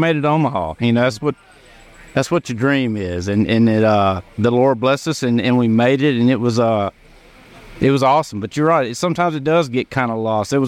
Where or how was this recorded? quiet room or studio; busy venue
busy venue